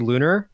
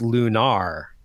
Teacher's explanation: it's Lunar, and emphasized that second syllable · Shown in: second take